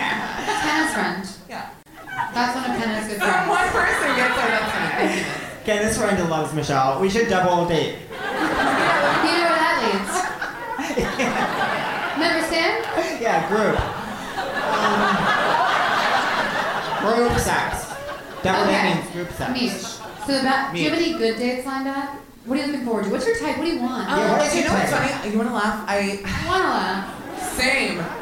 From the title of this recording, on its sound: Live From The Bell House